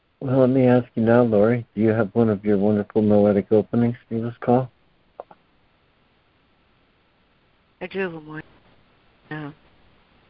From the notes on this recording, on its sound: ACIM Daily Conference Call